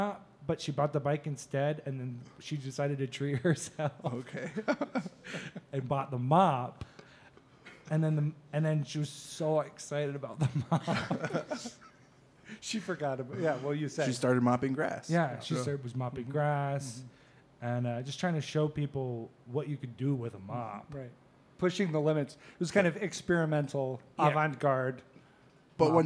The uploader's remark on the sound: This episode - our second live one EVER - is packed.